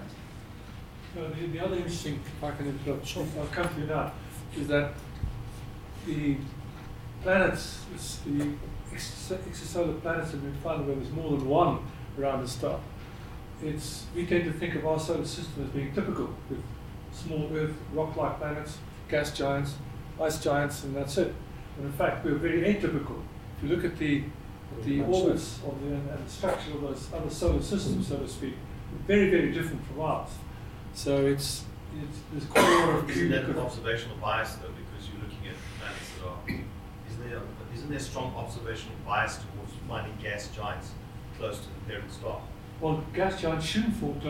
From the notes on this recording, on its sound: In this episode we feature the first of the public lectures I recorded at ScopeX.